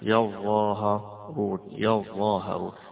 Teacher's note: يبقى بالألف زي عاصم ولكن بالتثقيل زي باقي القراء